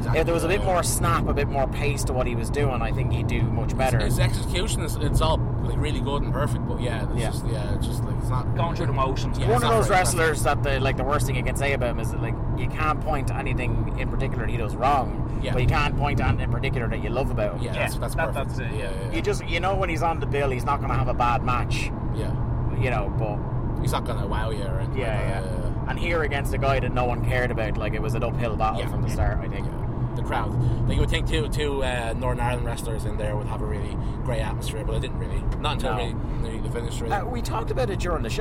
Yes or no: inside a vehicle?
yes